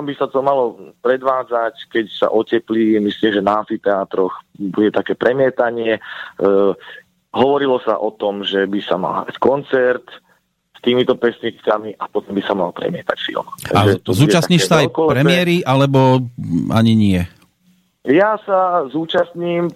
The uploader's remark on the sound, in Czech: telefonický rozhovor